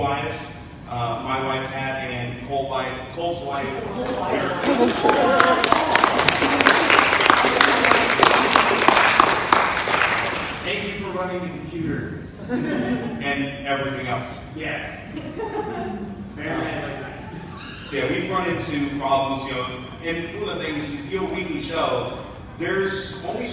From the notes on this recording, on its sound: Here is the audio from the panel at AnimeIowa Panel.